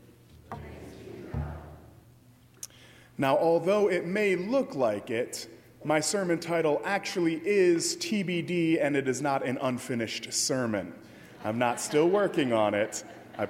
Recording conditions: large echoing room